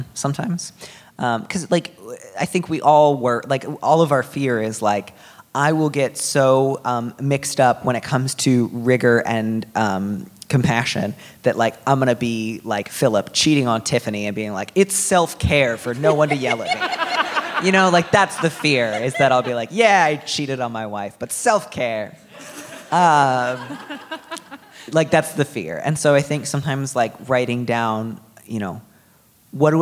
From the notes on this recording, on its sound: This week finds Dear Prudence live on stage at the Brava Theater Center in San Francisco. Questions from the live audience.